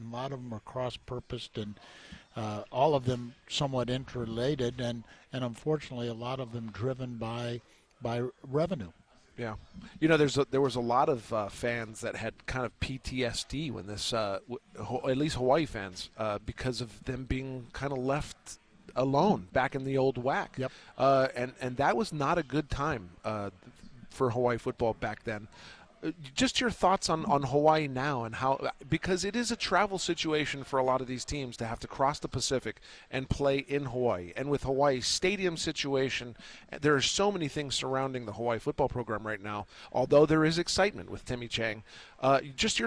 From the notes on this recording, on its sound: during the first day of the Mountain West Conference Media Day at Mandalay Bay in Las Vegas